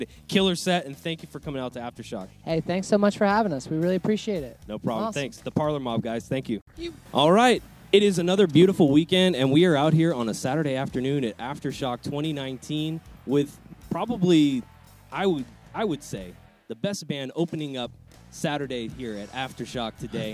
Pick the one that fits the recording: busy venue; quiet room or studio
busy venue